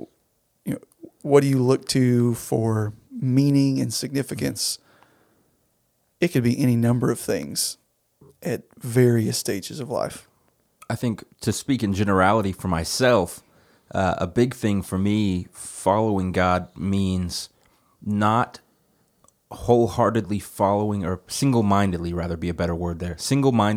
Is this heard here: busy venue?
no